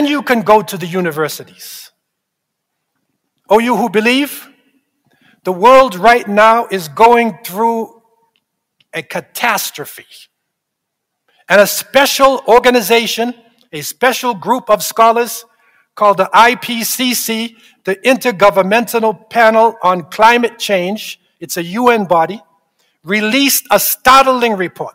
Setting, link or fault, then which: setting, large echoing room